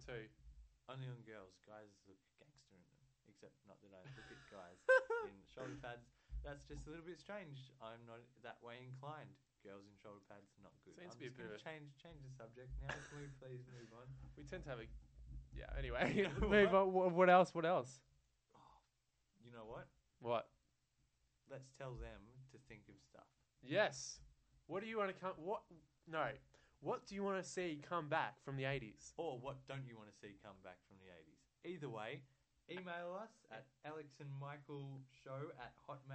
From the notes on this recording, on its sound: turn up the sound again sorry!